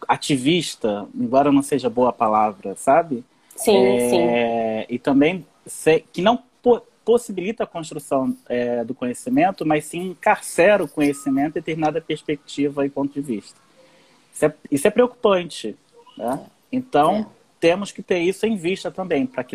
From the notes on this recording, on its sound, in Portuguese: Esse episódio é referente a live do Instagram, realizada em 26/8/2020